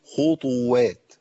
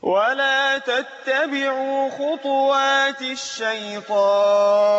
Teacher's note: خطوات بيسكنها بعض القراء لكن عندنا عند حفص مضمومة